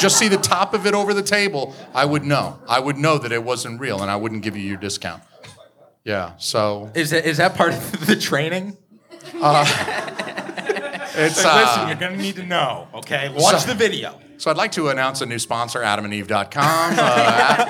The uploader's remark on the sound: Recorded LIVE in front of a sold-out audience at Curlies Comedy Club in Rochester, NH!